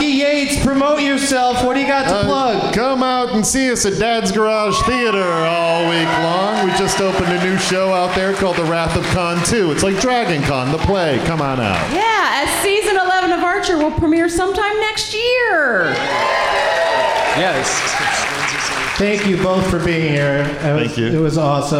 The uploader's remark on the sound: Live from the Variety Playhouse in Atlanta